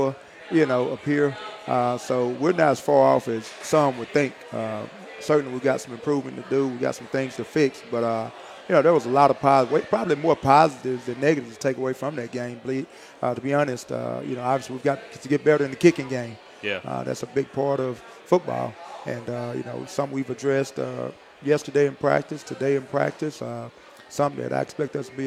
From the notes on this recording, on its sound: Recorded live from Walk-On's Bistreaux & Bar.